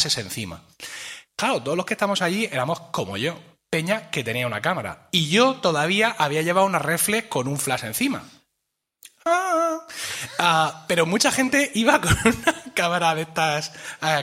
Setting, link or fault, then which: setting, live audience